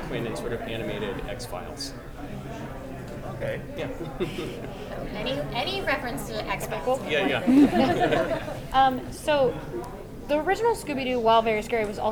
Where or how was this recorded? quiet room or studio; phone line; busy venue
busy venue